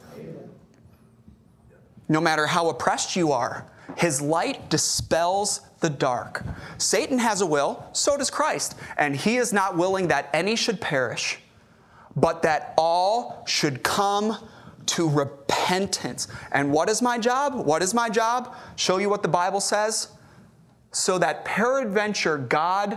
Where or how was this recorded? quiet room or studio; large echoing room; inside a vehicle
large echoing room